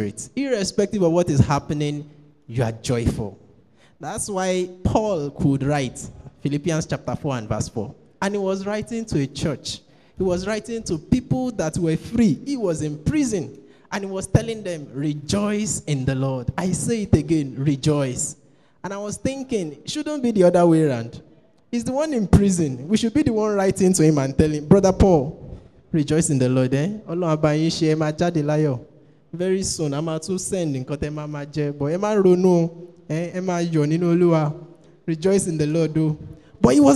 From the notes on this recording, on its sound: Preached at TAC Powerline District Youth Fellowship in 2015.